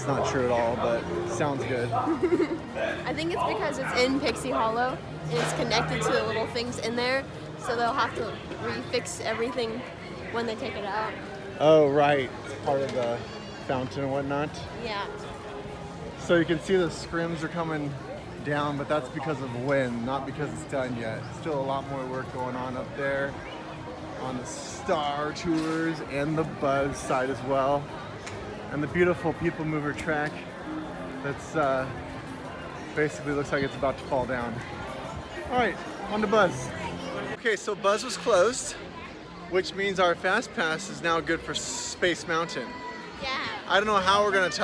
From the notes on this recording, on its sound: Disneyland News while on the rides!!! While riding rollercoasters and rides making for some interesting audio! Yes, parts of this podcast have wind, screaming, and a bit of craziness to it.